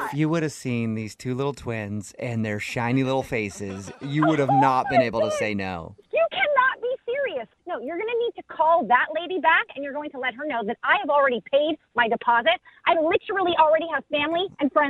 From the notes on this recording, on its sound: Phone Tap PODCAST.